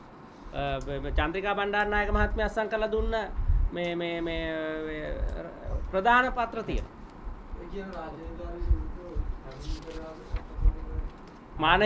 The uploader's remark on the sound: Media Conference, Unedited. Colombo.